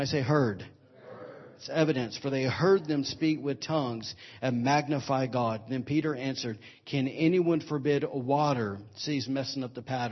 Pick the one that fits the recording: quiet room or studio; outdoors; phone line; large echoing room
large echoing room